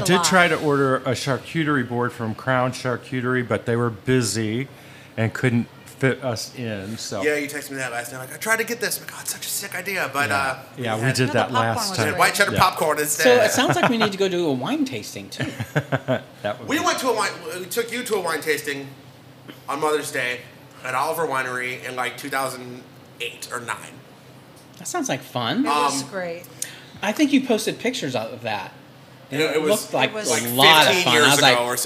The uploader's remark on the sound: An Afternoon at Viking Artisan Ales. We sat down on location at Viking and sampled all of their brews!